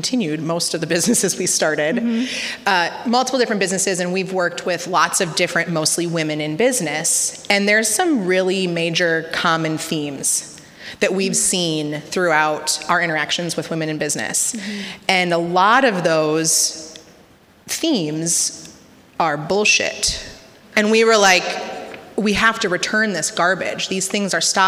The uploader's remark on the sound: LIVE from the Neu Neu in Minneapolis. During this live show.